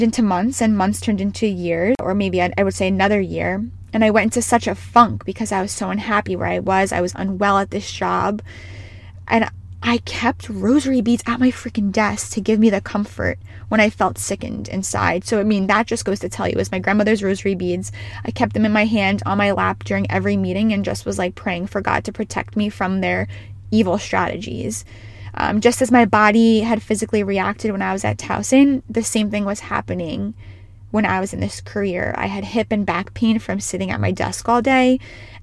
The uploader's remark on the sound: She is recording from her car